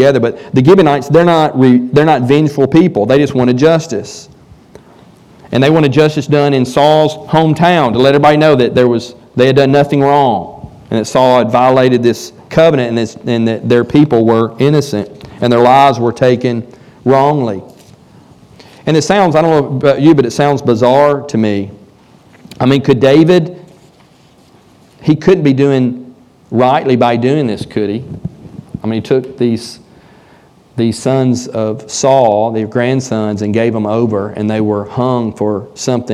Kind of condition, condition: setting, large echoing room